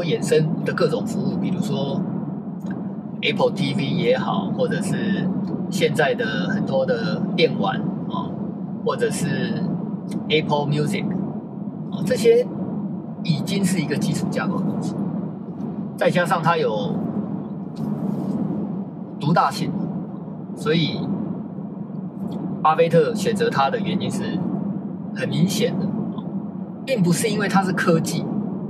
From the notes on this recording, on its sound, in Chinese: 在車子行進中錄音的碎碎唸，歹勢......收音技術學習中。